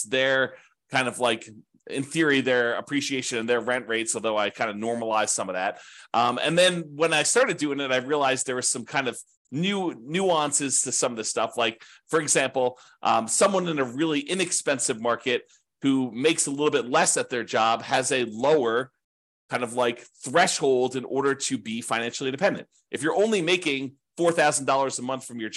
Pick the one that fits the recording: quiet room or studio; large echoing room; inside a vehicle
quiet room or studio